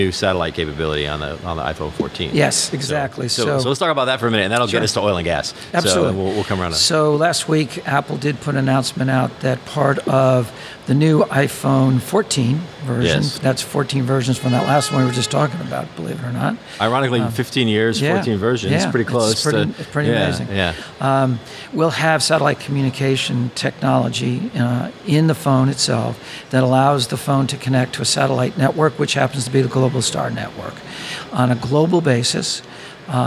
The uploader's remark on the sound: on location at the Oil & Gas IoT conference